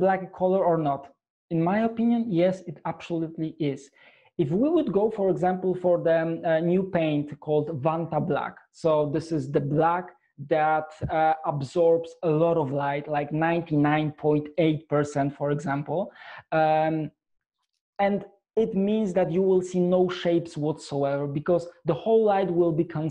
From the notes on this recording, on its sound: Shares his passion with the Dscoop audience in this enlightening webinar.